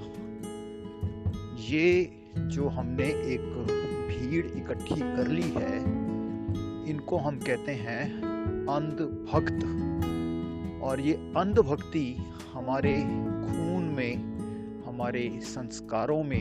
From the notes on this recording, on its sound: This episode was recorded while walking on a local street; please excuse the background noise and short breath.